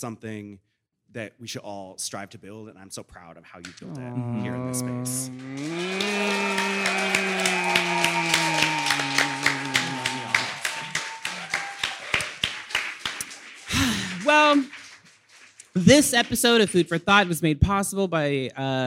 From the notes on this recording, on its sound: LIVE at Domino Sound Fest! At Domino Sound Fest to record a very special Pride episode.